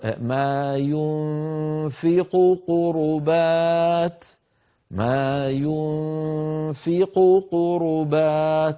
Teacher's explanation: فنبين القاف الأولى ونبين القاف الثانية حتى لا يحدث شيء من الاختلاس في نطق هاتين القافين · Term: قافين مضمومتين